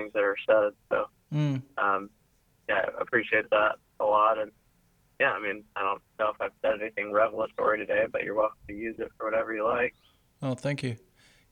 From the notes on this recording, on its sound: A phone conversation